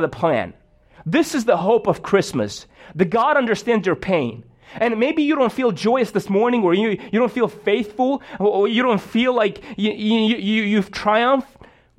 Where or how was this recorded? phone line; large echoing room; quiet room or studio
large echoing room